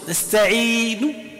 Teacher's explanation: كأنك ستنطق الإسكان ثم تأتي بهذا الروم، تخفض الصوت تخطف الحركة، هذا نسميه روما.